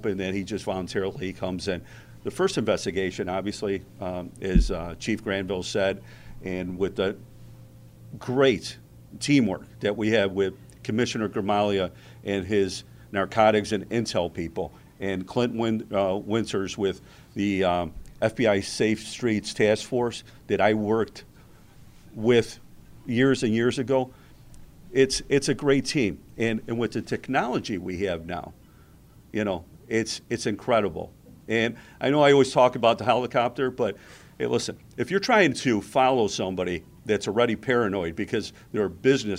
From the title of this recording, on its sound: Erie County Sheriff's Office press conference